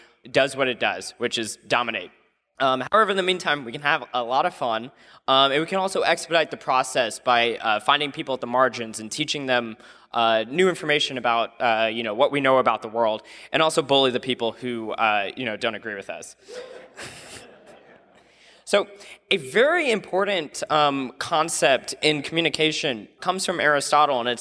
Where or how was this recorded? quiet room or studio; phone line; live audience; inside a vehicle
live audience